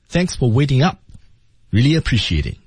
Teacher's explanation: 整个句子呢都是降调。语调上来说呢，虽然是降调，但是整个音的高度还是蛮高的